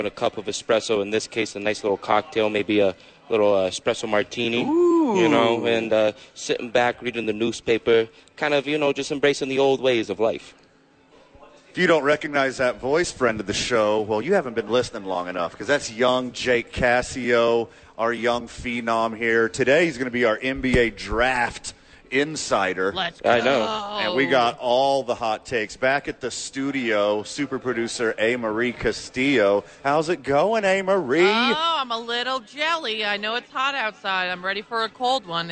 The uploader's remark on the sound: live from Red Door Brewery Downtown Albuquerque